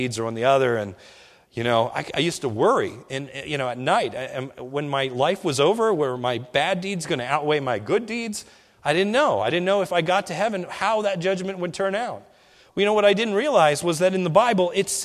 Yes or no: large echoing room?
yes